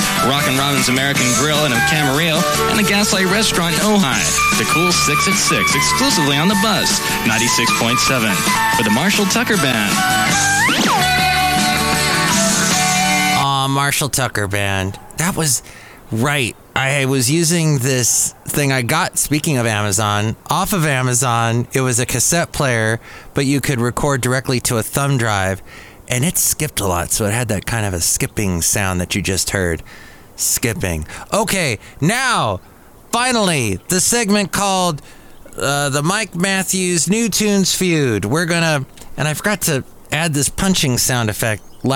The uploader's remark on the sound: podcasts live from Café Anyway